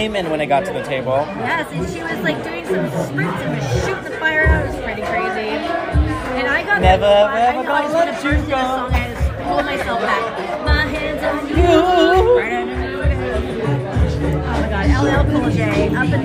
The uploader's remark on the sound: Kick off this episode live from The Golden Tiki in Las Vegas! (10 min of inaudible shenanigans).